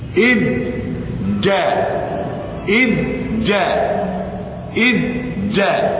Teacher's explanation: الذال تخرج من طرف اللسان مع أطراف الثنايا العليا، والجيم تخرج من وسط اللسان بتقارب. إذ جاء، إذ جاء في تقارب، في تقارب في المخرج.